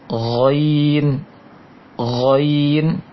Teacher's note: Kalau Ghain ditahan anginnya di tenggorokan atas tersebut.